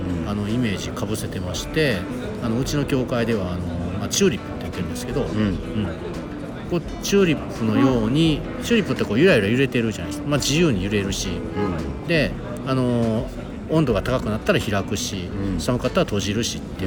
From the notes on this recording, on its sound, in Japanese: 大阪難波のスイスホテルのラウンジで収録を行った